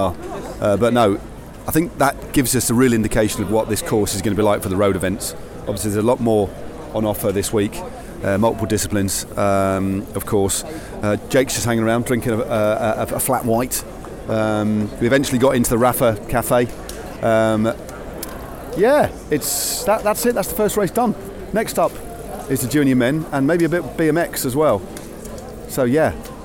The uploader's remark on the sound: Recording clips at the 2023 UCI Cycling World Championships in Glasgow. In the company of several Belgians. At the Road Race finishing circuit. Enjoys an irreplicable atmosphere at the Cycle Ball.